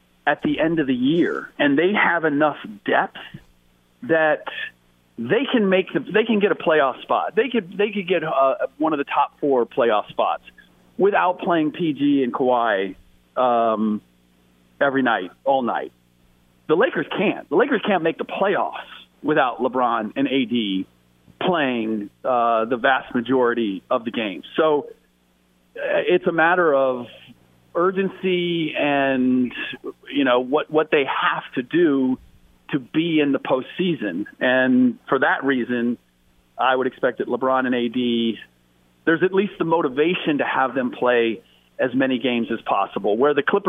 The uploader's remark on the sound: phones